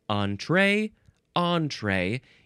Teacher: Looks like you can you can emphasize either syllable